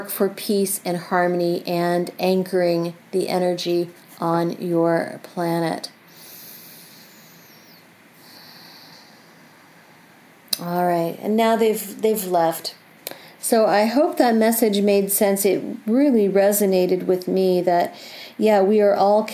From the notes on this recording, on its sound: Recorded from my home, you will notice the sounds of my pets coming around to participate in the energy.